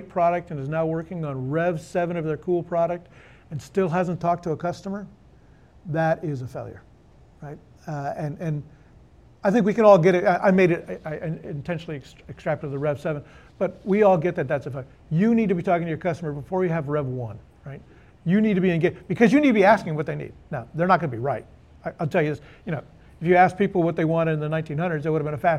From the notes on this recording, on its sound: The conversation was recorded for a live Austin Startup Week audience